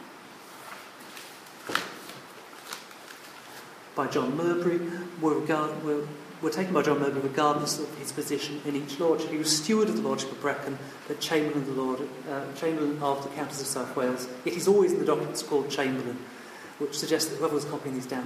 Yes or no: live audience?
yes